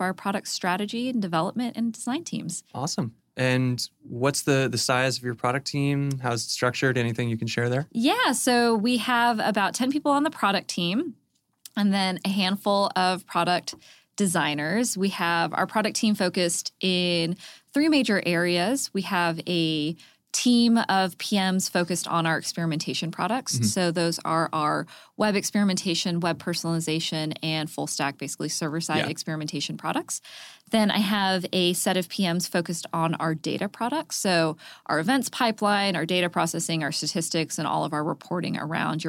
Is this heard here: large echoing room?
no